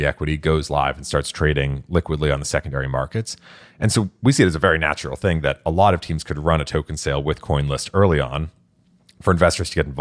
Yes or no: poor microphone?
no